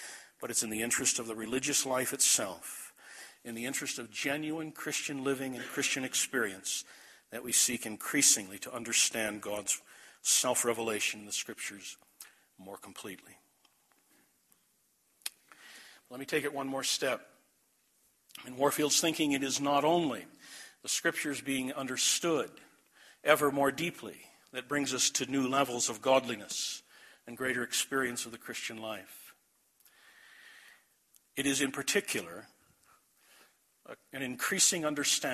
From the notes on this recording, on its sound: This message was delivered at The Clarus Conference, Desert Springs Church, Albuquerque, NM, March 9, 2012.